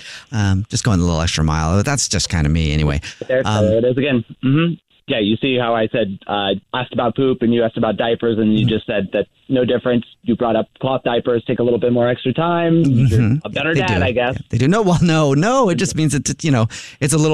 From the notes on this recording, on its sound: Phone Prank